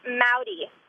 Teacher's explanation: So how do we say Maori? So there's no, R sound to it. It's more of a D, so it's pronounced Maori.